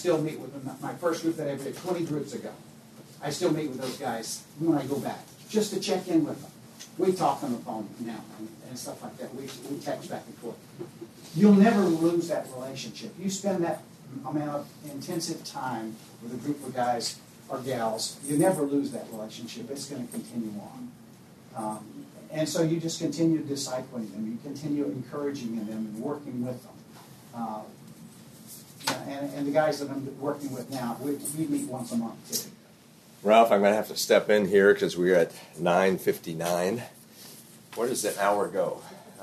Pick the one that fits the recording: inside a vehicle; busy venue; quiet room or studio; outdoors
busy venue